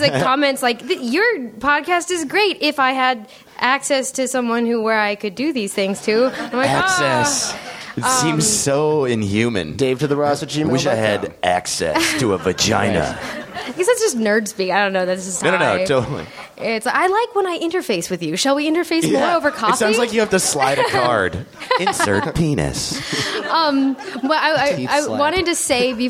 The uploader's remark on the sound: live on stage at NerdMelt